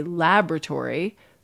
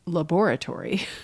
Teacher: a word like laboratory, where the spelling has an additional syllable in it. And in American English, we don't pronounce it. · Shown in: first take · We say laboratory.